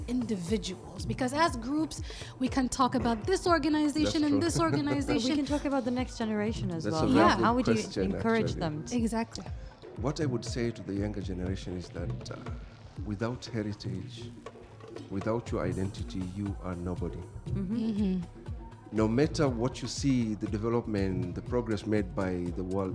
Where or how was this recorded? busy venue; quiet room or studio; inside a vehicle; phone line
busy venue